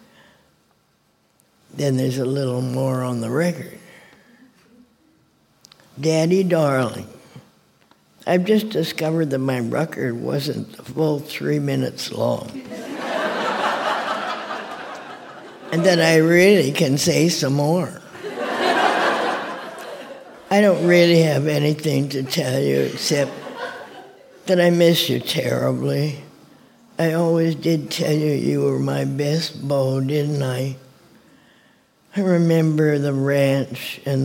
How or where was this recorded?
live audience